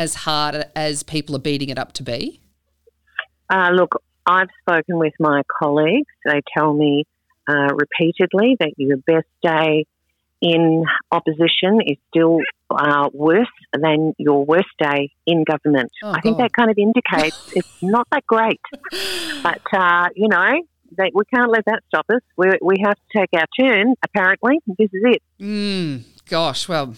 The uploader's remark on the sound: Joins us on the phone.